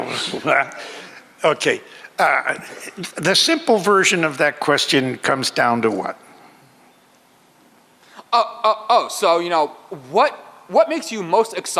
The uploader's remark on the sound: audio from our panel at FanExpo Philadelphia last year